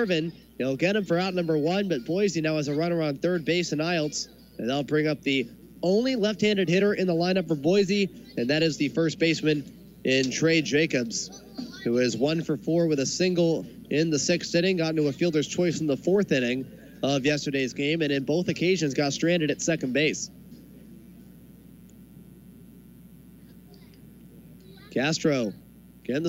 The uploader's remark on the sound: This is the full broadcast recording of the August 21st, 2019 game between the Boise Hawks and the Salem-Keizer Volcanoes.